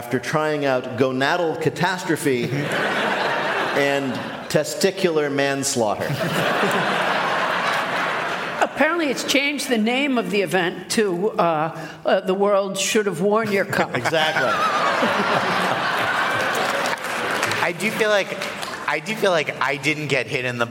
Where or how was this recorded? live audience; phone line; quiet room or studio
live audience